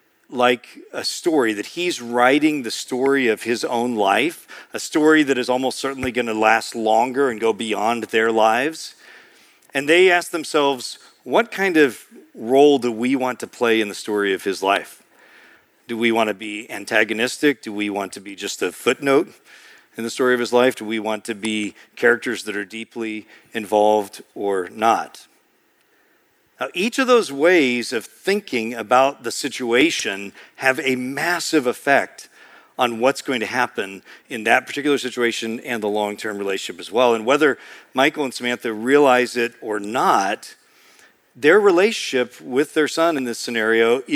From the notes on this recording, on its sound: preached in March 2023 at Sojourn East